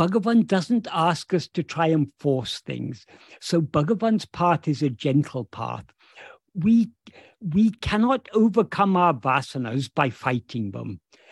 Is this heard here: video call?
yes